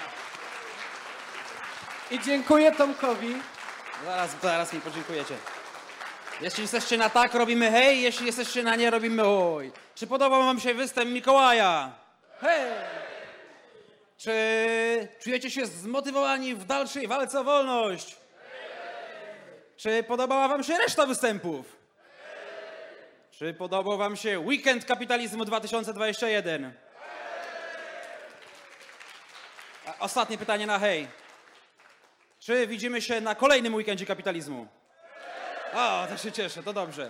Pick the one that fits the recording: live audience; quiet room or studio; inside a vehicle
live audience